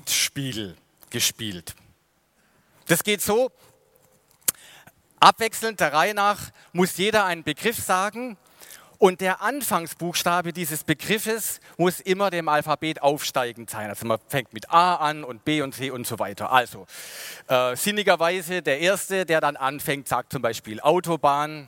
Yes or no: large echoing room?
yes